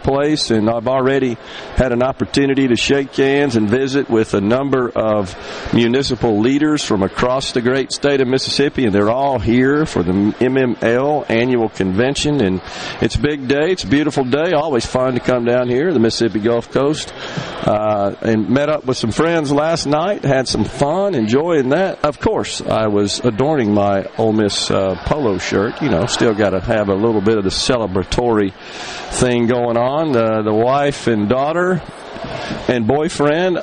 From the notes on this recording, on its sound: is LIVE from the Mississippi Municipal League's Annual Conference on the MS Gulf Coast